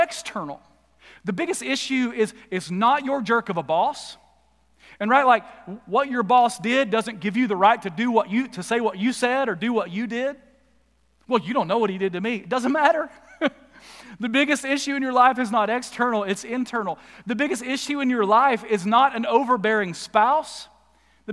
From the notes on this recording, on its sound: Recorded live at The Fellowship in Nashville on Sunday, July 25, 2021.